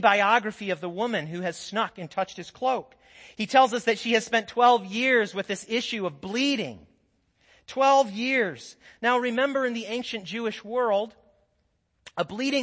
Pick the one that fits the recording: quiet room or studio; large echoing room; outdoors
large echoing room